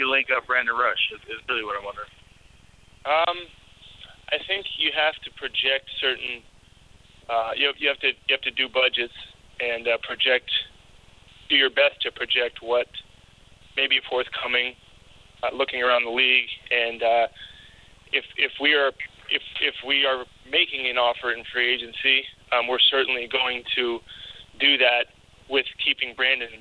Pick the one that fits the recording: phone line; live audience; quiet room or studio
phone line